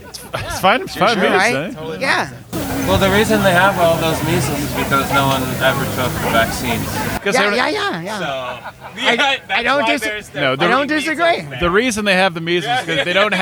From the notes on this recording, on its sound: This episode was recorded in-person during PorcFest in New Hampshire.